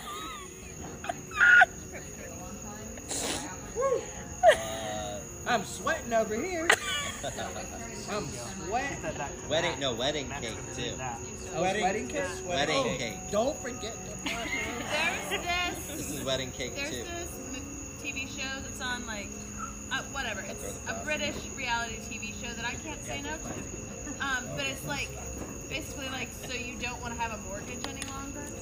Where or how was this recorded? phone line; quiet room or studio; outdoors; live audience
outdoors